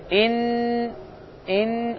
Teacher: İxfa zamanı dil ucunu məxrəcə toxundurmuruq. Məxrəc də damaqdır. Damağa yaxın bir məsafədə saxlayırıq və səsi veririk buna. İxfa buna deyilir.